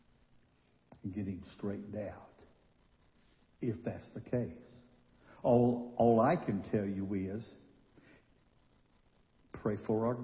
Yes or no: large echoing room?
yes